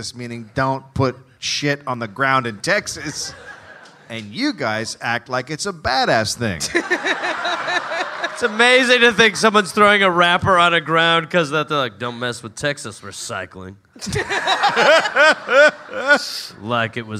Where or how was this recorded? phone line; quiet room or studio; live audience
live audience